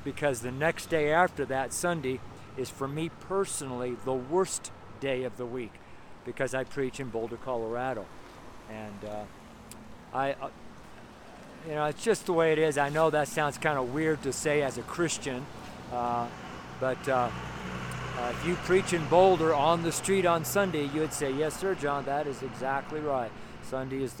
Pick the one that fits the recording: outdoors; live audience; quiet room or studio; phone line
outdoors